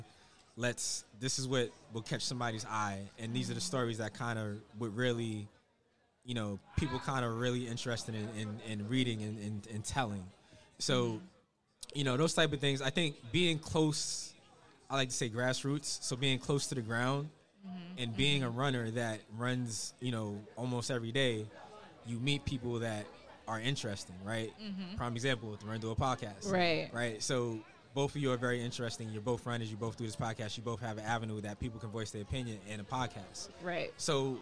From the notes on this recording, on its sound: recorded this podcast LIVE from The Race Expo 2021 in Atlanta Georgia